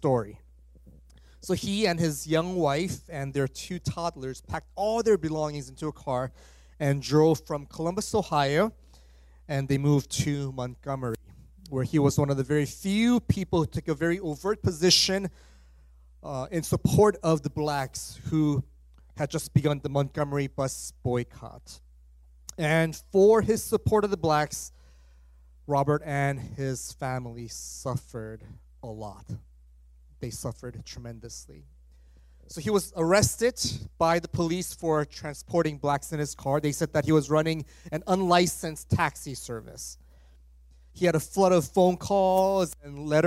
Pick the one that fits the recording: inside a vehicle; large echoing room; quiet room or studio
large echoing room